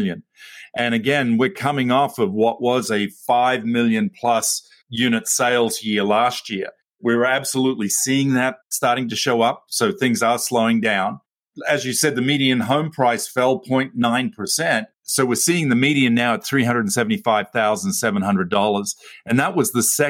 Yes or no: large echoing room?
no